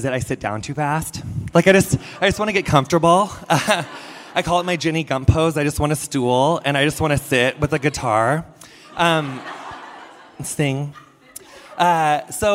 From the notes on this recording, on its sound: Recorded live at Vulture Fest.